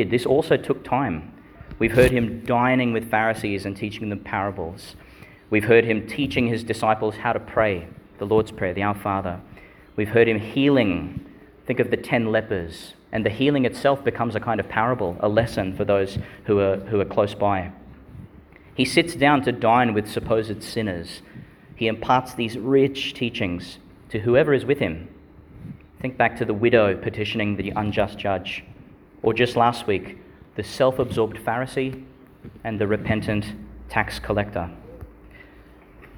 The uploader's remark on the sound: delivered at Our Lady Star of the Sea Church, Qld.